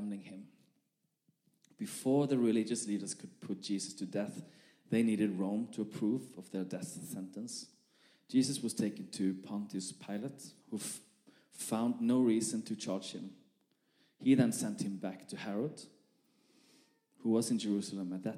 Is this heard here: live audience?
yes